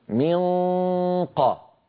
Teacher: أقصى اللسان قد التصق بالحنك اللحمي وانقفل هذا المكان، ما عاد في صويت فموي، كل الصوت يتحول عن طريق الخيشوم غنة فقط